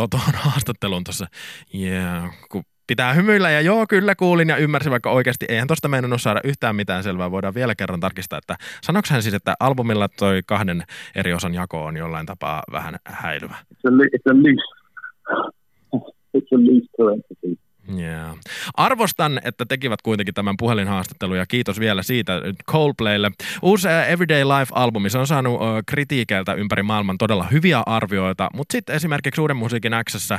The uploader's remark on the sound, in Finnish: Puhelinhaastattelussa. Pahoittelemme puheluaudion huonoa laatua.